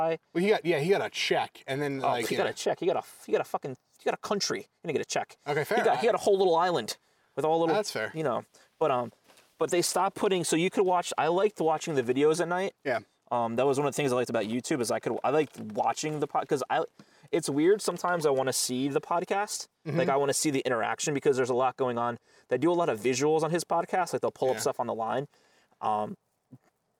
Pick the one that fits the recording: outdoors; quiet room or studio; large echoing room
outdoors